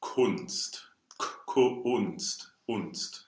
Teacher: the open U in German is much more round than in American. And if I would say a word like this, I would say Kunst, like could. · IPA: [ʊ]